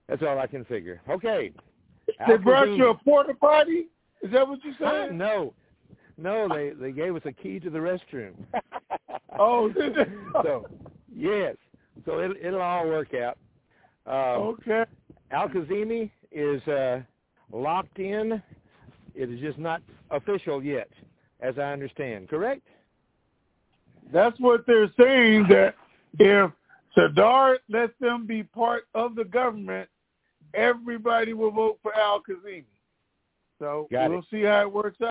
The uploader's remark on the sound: TNTSuperfantastic Conference Call - January 28, 2022